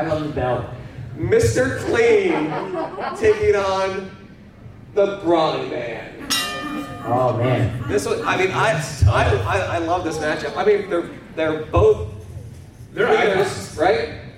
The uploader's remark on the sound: LIVE at Florida SuperCon! This week we travel down to Florida SuperCon in Miami (a ReedPop convention). Filmed in front of a live studio audience.